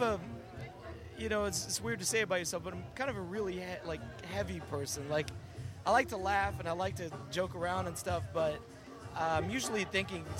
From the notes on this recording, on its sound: Podcast was taped live at Empire Control Room.